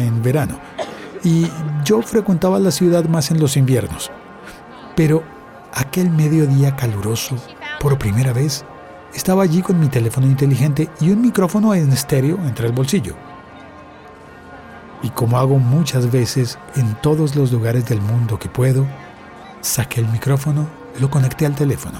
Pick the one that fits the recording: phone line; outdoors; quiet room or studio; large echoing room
outdoors